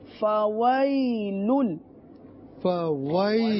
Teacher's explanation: واو ہے جس میں ہونٹ گول کرنے ہیں، اور اس کے بعد دو لام ایک ساتھ پڑھنے ہیں